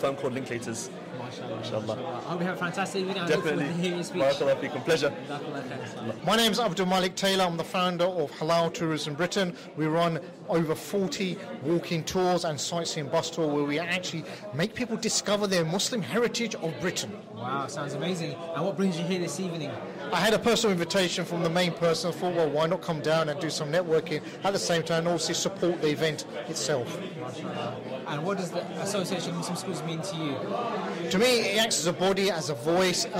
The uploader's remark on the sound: Red Carpet Interviews - AMS 30th Anniversary.